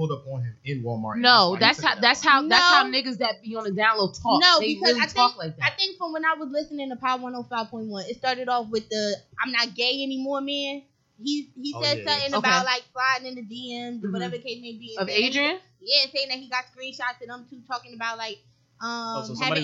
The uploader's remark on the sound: Few audio issues this episode, apologies!